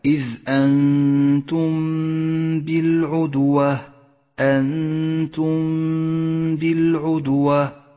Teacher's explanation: بعده حكم الإخفاء الشفوي من أحكام الميم الساكنة عند قوله تعالى إذ أنتم بالعدوة أنتم بالعدوة، الميم الساكنة وبعدها حرف الباء، نخفي الميم بالباء مع بقاء غنة للميم زمنها حركتان